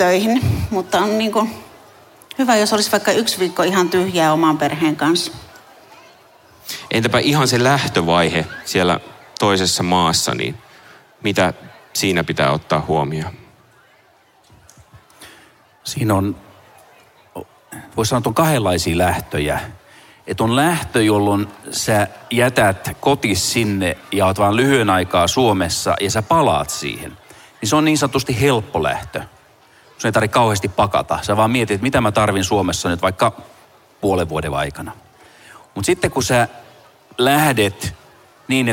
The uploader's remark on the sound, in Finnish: Kansanlähetyspäivillä 2023 yleisön edessä äänitetty jakso.